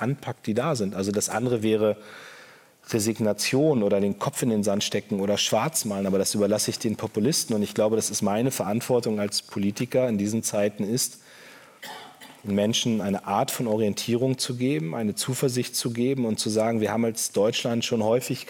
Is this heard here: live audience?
yes